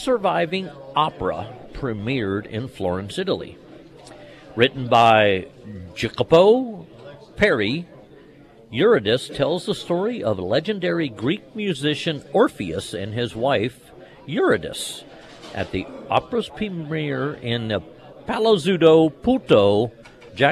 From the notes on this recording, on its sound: live at Scramblers Diner.